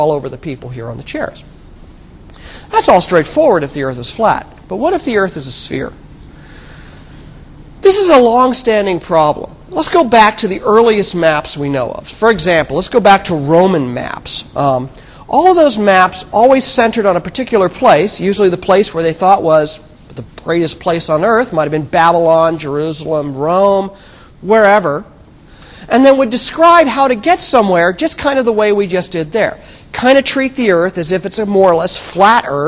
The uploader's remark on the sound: In 1000 McPherson Lab on the Columbus campus of The Ohio State University.